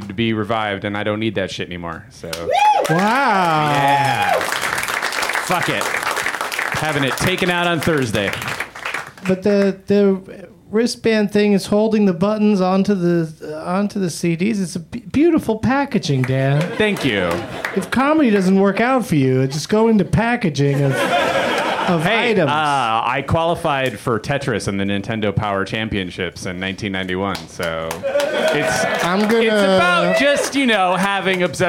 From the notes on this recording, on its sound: Live from the UCB Franklin